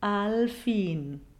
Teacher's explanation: always form this L with only the tip of the tongue, which will force the A to stay in that brighter position